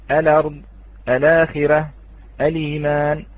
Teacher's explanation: فإذن ننقل حركة الهمزة إلى اللام · Term: لام التعريف